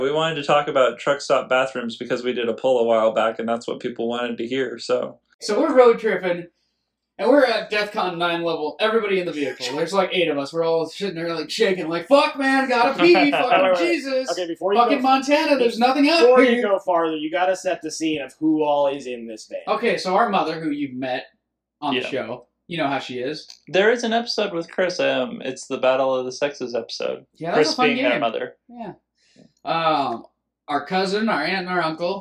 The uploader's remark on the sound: Honestly, it's an unhinged in-person hangout. Sorry about the echo.